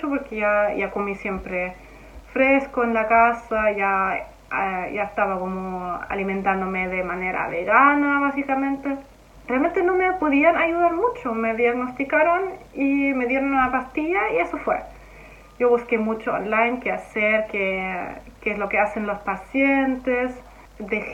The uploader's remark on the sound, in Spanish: Perdonen la calidad del audio!